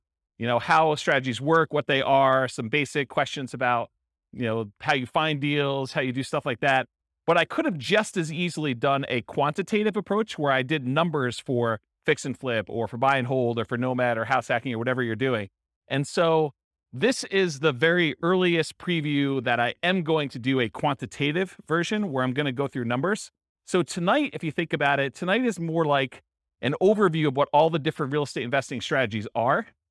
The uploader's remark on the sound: Real estate entrepreneurs in Warren, Michigan. This was a live class recorded. Live in-person version.